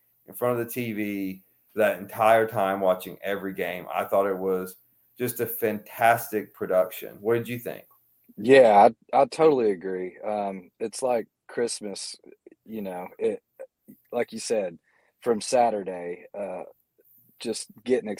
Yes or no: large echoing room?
no